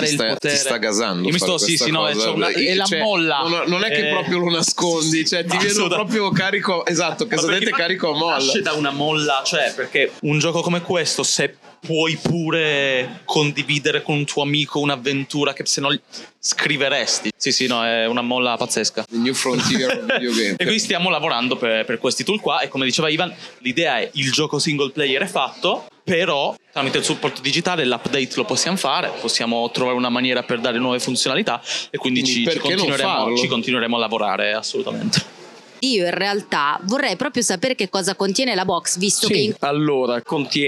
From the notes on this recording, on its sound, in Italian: A Lucca Comics 2023 ci siamo fatti raccontare